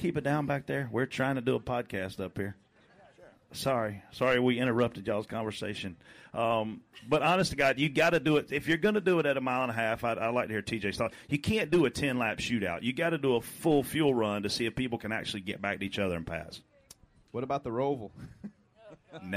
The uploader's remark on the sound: DBC is live from JRM Fan Day